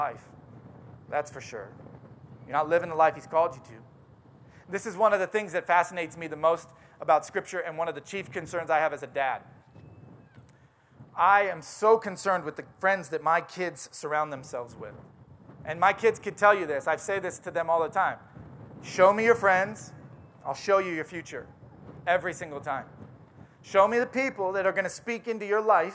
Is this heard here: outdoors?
yes